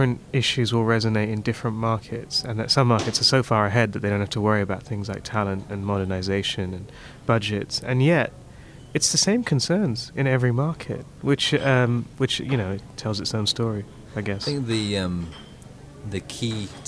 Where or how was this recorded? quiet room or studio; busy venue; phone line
busy venue